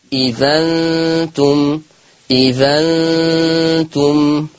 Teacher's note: إذ أنتم هنعمل فيها النقل فهتبقى ذا المفتوحة